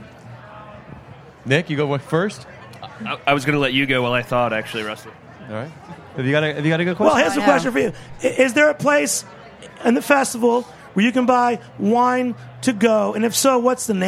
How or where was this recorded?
busy venue